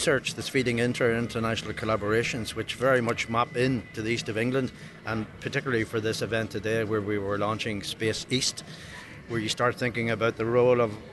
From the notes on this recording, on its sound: heads out to Adastral Park near Ipswich for the Connected Innovation conference